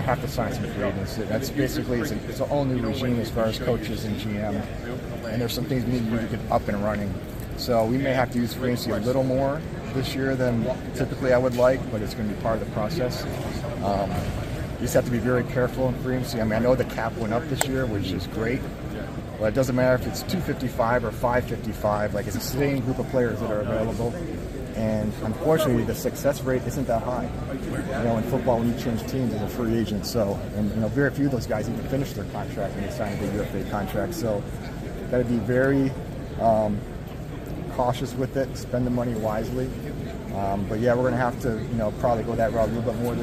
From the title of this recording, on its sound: Press Conference from the NFL Combine